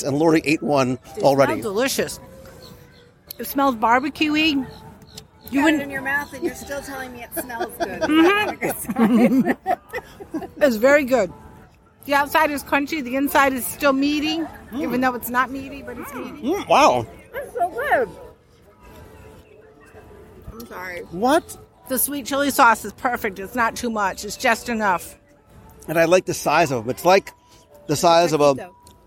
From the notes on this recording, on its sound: live from the first day of the Festival